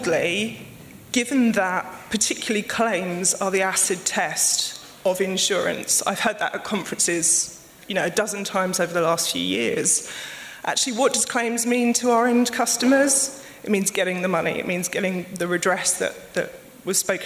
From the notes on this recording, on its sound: Live highlights from the InsTech London "Future of Payments" evening at The Steelyard on 21st January 2020